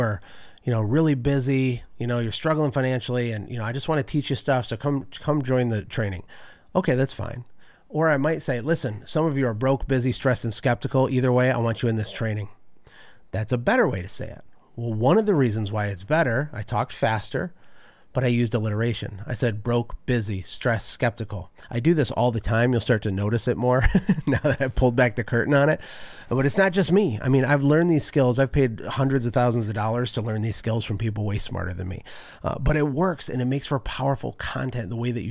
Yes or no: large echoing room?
no